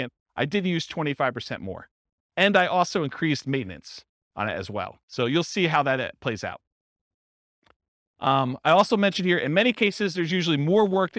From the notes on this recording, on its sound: This was a live class recorded